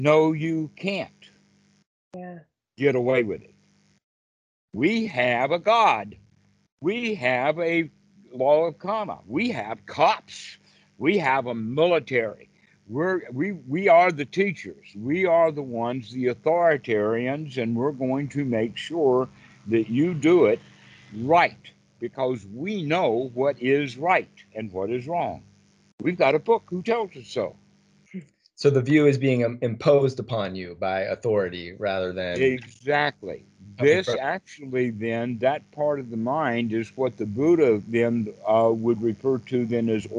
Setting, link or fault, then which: link, video call